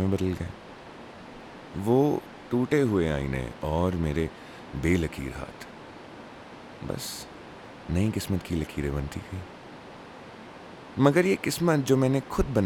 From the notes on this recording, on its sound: This is against the backdrop of a flowing river and wind chimes and also my 1st recording on a new setup.